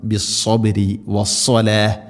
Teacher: സാദ് ഉച്ചരിക്കുന്ന സമയത്ത് നാവിൻ്റെ മധ്യഭാഗം അണ്ണാക്കിലേക്ക് ഉയർന്നു നിൽക്കണം.